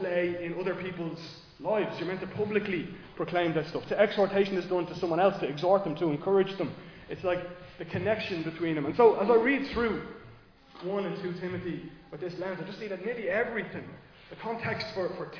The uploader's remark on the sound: Recorded live in Liberty Church on 14 January 2024